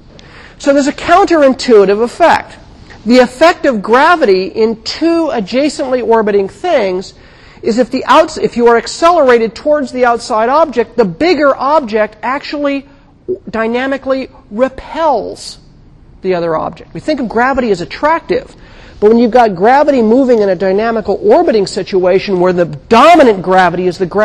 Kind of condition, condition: setting, large echoing room